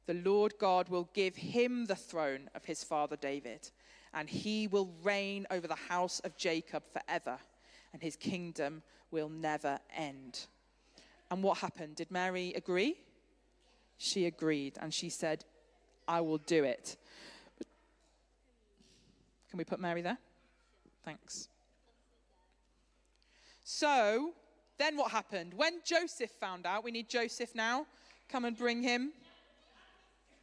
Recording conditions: large echoing room